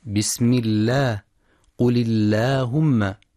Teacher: واتفقوا كذلك على ترقيق لام لفظ الجلالة إن سبقت بكسر